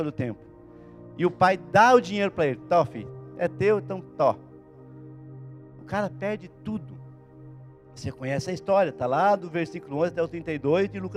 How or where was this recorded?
large echoing room